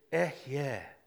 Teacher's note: In Hebrew, it's Ehyeh, a breathy sound.